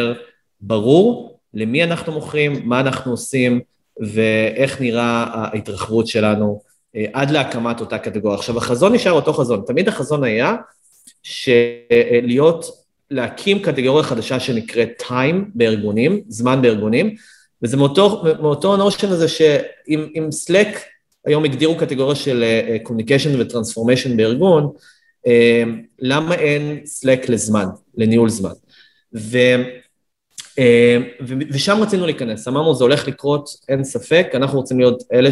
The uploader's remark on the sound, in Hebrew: הפרק הוקלט דרך הזום.